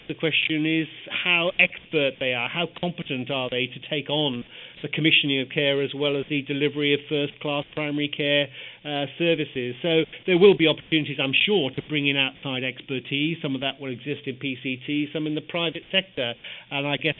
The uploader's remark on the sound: From the Karolinska Institutet in Sweden joins us on the phone to discuss his research.